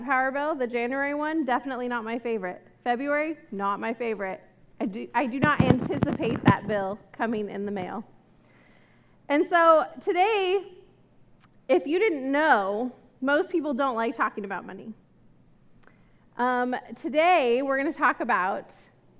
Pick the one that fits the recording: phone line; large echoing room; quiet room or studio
large echoing room